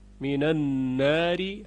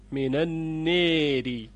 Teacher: صدای ا، این رو میل بدید به سوی یا · Shown in: second take · Term: اماله